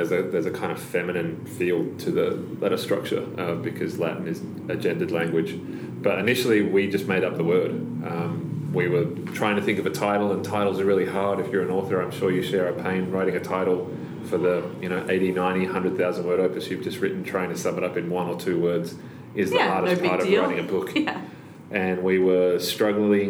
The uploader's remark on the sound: Live from the Obsidio launch. This special bonus episode is brought to you live from the book launch of Obsidio.